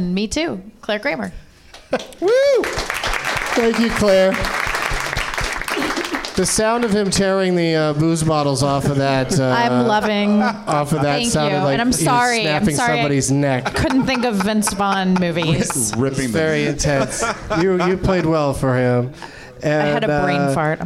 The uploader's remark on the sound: Live from the NerdMelt Showroom in Los Angees